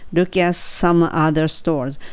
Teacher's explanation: look at some で t は落ちるわけですね